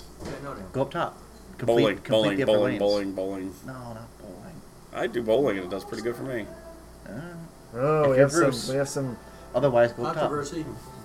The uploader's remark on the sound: Live from the Silverball Saloon. Pinburgh 2019.